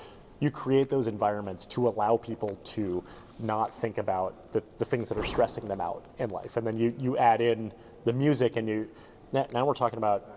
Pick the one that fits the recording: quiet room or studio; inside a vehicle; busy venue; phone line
busy venue